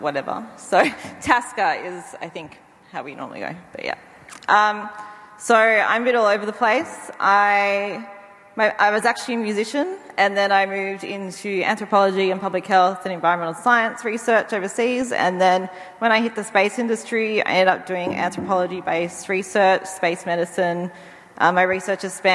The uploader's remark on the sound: Recorded at the Moon Village Association conference, Deakin Edge, Federation Square in 2019